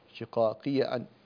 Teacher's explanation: أما في ورش فإننا نفتح ياء الإضافة